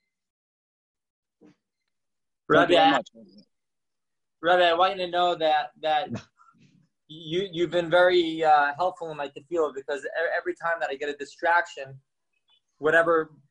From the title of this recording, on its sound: Live On Zoom